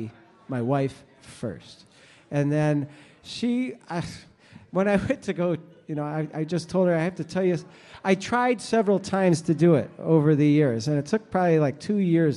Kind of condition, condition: setting, live audience